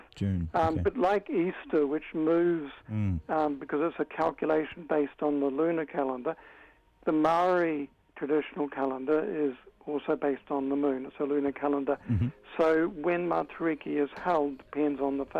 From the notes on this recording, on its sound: jumps on the phone to chat